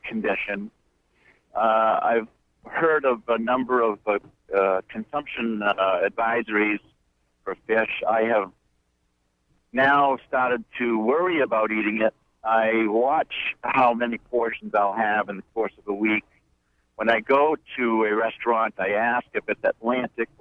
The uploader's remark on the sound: Call in show. WERU 89.9 FM Blue Hill, Maine.